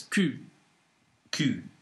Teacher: If you notice, there's slightly less stress on the L at the end, so it's cool.